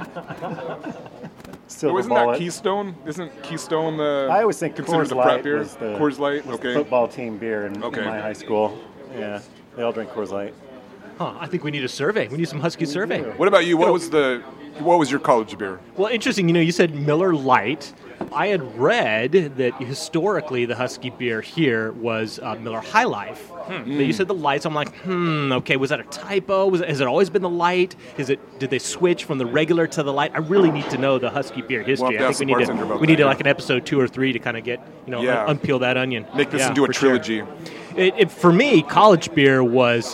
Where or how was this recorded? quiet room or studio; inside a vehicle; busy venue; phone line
busy venue